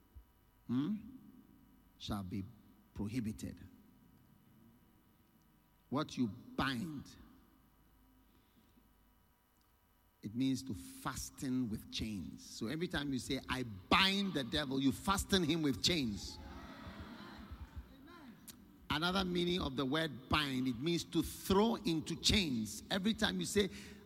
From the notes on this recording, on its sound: Preached at The Qodesh